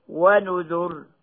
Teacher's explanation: ثانيا كلمة ونذر الراء فيها آخر الكلمة لأنها على وزن وفعل، فالراء في مقابل لام الكلمة، إذن هي أي الراء آخر الكلمة، فصارت ساكنة بعد ضم، فحقها أصل للتفخيم هكذا ونذر، وترقق جوازا نظرا لتقدير ياء المتكلم بعدها